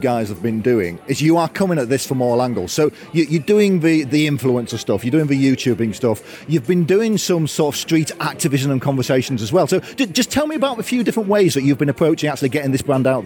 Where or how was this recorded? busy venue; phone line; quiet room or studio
busy venue